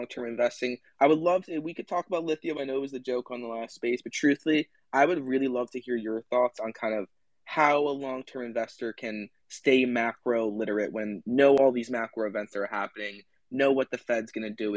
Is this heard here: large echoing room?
no